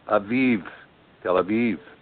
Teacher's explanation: The word Aviv in the Hebrew, if you were to just, you know, transliterate it straight over, it's A-B-I-B, Abib. But the B is pronounced with a V, Aviv, Tel Aviv.